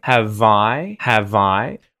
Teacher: We can link that V sound, the V sound to the I.